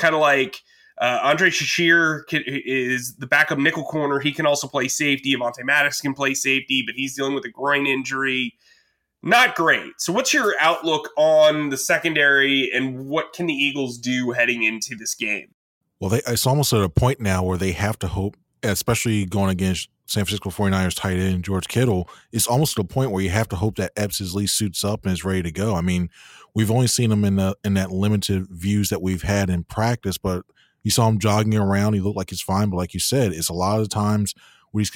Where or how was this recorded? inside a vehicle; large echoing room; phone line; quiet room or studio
quiet room or studio